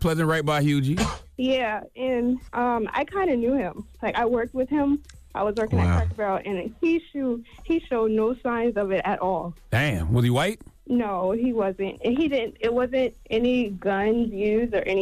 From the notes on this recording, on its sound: we opened up the phone lines